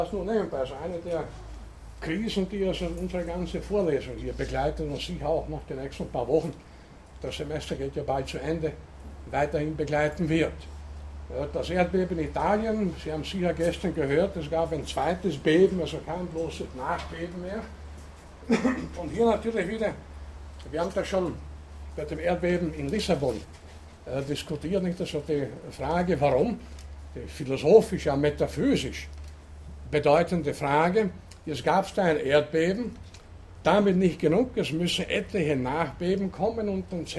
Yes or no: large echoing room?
yes